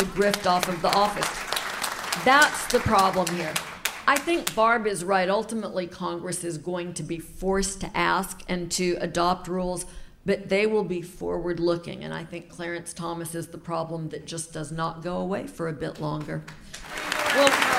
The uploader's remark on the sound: take the show on the road for a live appearance in Portland, Oregon